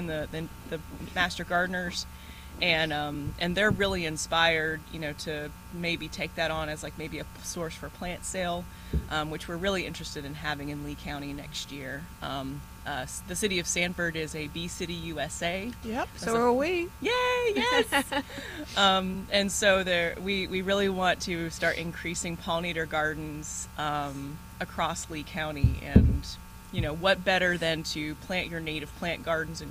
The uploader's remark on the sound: broadcasting live from Bell’s Carpet & Floors